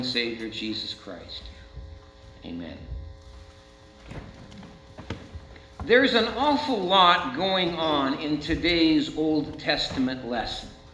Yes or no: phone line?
no